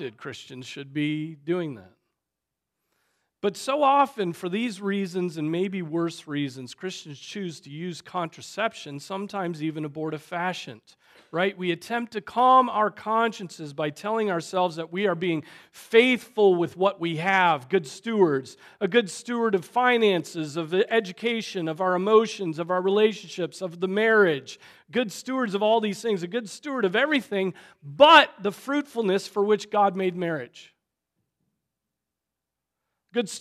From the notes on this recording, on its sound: Preached on January 28, 2024 at Trinity Presbyterian Church